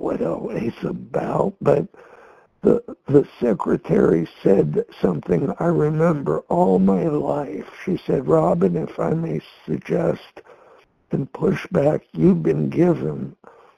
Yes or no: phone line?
yes